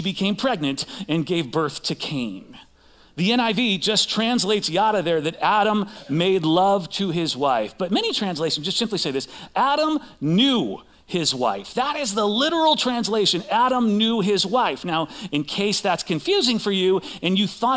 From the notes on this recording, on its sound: Recorded live at CrossWinds Church on Dec 10th, 2023.